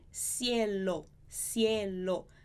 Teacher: Esse O do final não vai se transformar em U. · O O também sempre fechado.